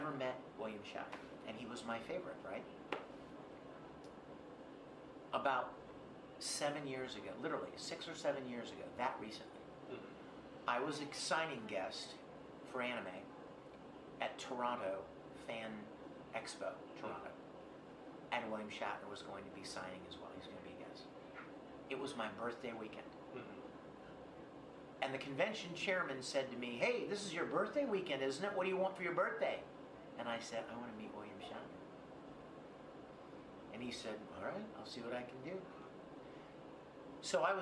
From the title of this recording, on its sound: EXCLUSIVE Interview at HAWAII CON 2019